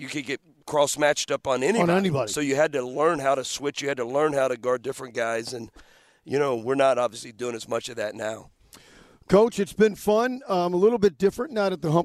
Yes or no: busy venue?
yes